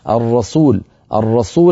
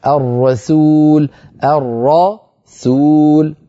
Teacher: ولكن فاتك أشياء انتبه إلى إلى كلمة الرسول لما تقول الرسول رقق السين ولا تترك العادة ولا تترك الإلف اللهجي يغلب عليك فتفخم السين فتصير شبيهة بالصاد · Shown in: second take